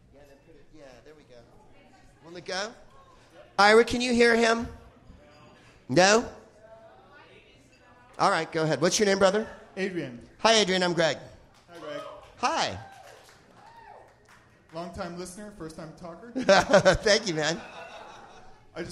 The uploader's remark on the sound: Live from Vancouver's "FanClub